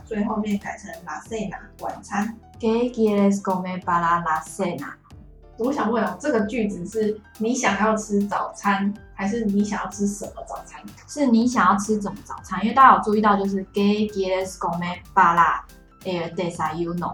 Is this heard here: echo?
yes